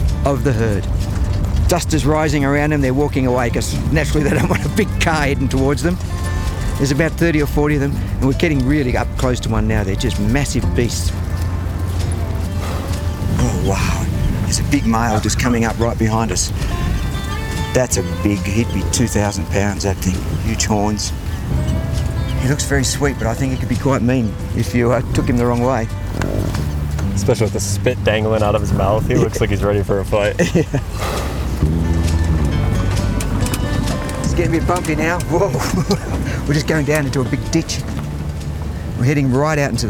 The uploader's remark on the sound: Riding with the Herd on Location at the Buffalo Round Up South Dakota. Recorded on-location, this audio adventure is designed to do more than just let you hear what it’s like to be there. Produced by Armchair Productions, the audio experts for the travel industry . Field recording and audio production.